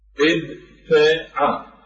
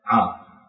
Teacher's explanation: أقرب حرف مجهور لها وهو الدال. والتاء إذا جهرنا بها يعني التاء المهموسة إذا جهرنا بها تنقلب إلى دال · Shown in: second take · فيحدث عندنا دالين إدعاء فأدغم بين الدالين فتكون إدعاء افتعل. وهكذا · Term: الإبدال